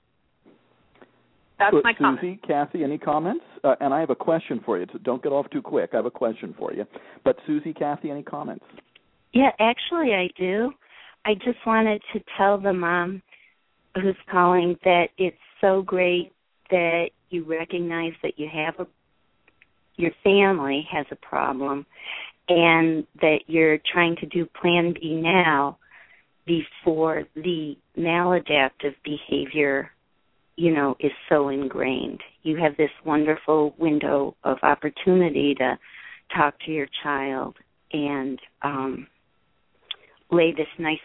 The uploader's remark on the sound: The Parents Panel -- along with a caller